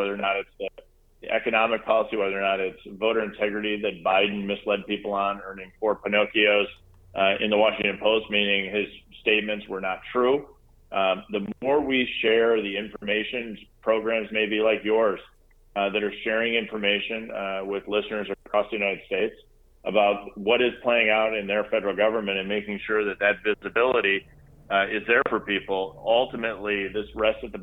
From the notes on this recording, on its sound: I spent some time on the phone